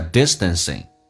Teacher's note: T 发 D 这个发音在美式发音要被浊化 DI，首先轻轻地往回收一下，嘴巴微张。distance 跟 in 有一个连音，叫 distancing。